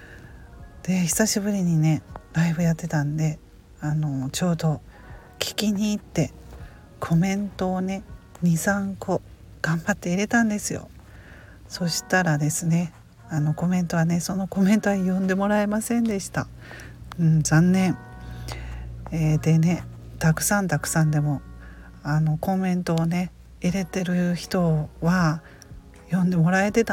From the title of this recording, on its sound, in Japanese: 車の中で収録すると周りが気になる